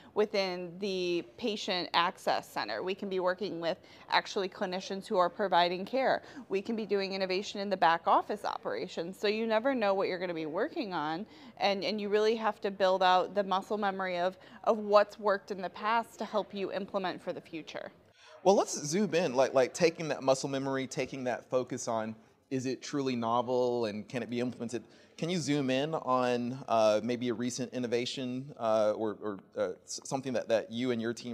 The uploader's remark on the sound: The interview was recorded at the 2023 Young Health Leader Summit, which is put on by the Advancement League.